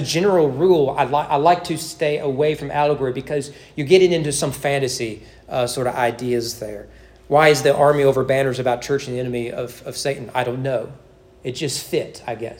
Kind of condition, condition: setting, large echoing room